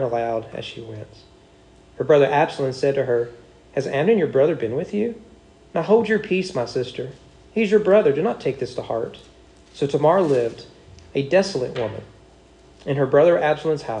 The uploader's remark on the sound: Sermon preached at East Frankfort Baptist Church on July 24, 2022 during morning worship.